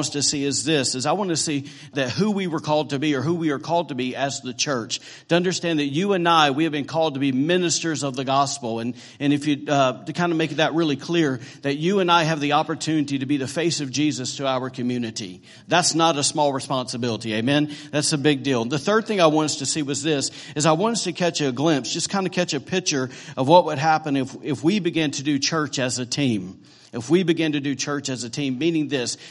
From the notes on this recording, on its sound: recorded on Sunday, December 31st, 2017, during morning service at Celebration Life Family Church.